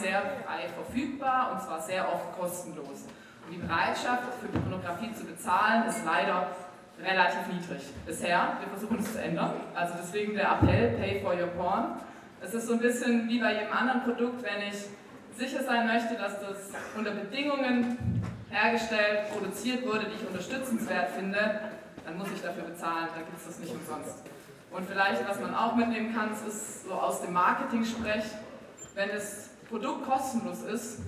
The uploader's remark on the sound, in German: Ein Mitschnitt vom Q&A. Bei der Indie Porn Night, dem letzten Abend vorm erzwungengen erneuten Lockdown des aka filmclub.